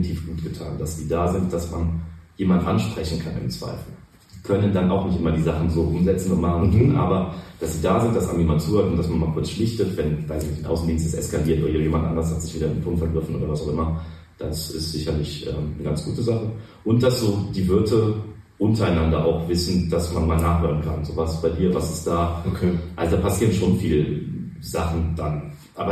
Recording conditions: poor sound quality